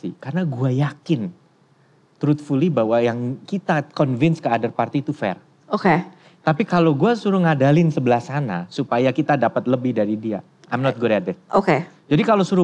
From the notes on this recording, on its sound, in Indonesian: Live On Stage di Malang. Live On Stage Kota Malang.